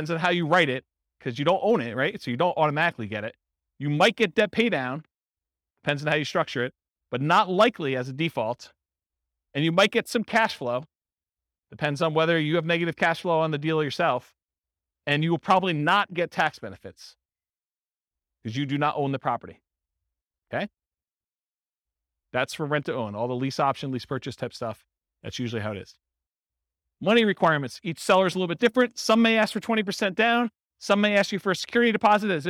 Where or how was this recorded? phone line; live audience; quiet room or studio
live audience